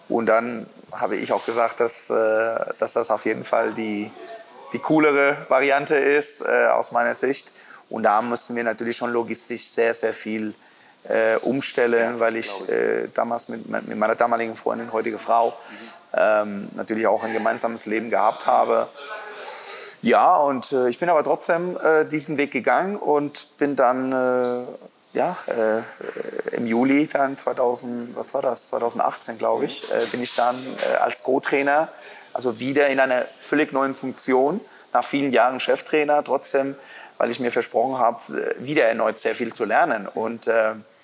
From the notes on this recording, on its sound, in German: im Sportland Fitness in Erlangen aufgezeichnet